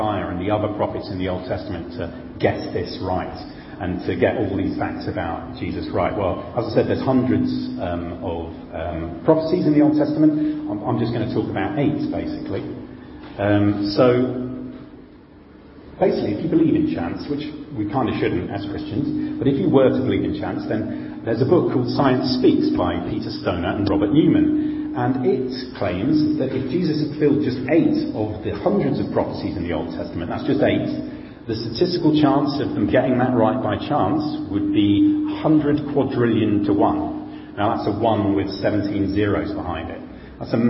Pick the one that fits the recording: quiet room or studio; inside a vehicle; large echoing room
large echoing room